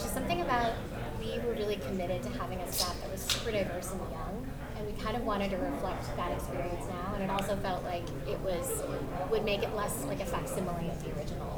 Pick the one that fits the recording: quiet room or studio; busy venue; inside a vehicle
busy venue